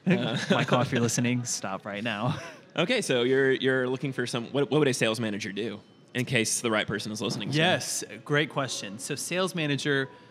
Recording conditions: busy venue